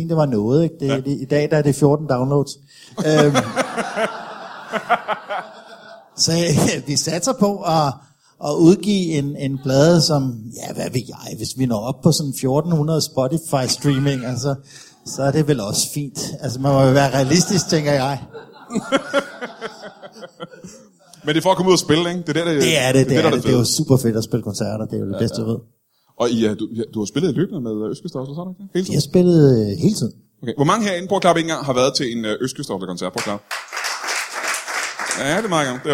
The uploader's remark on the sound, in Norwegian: LIVE fra Comedy Zoo.